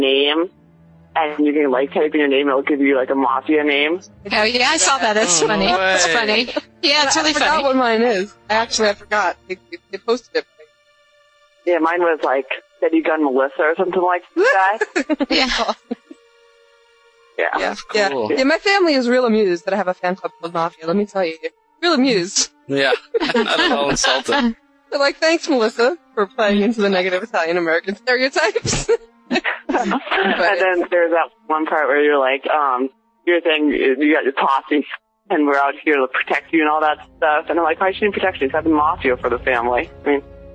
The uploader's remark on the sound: Live Call-In